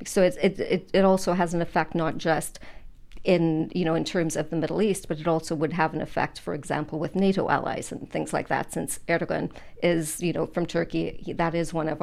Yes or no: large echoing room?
no